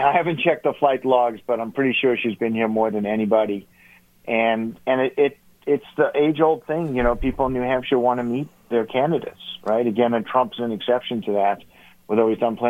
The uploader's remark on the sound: Called into GMNH.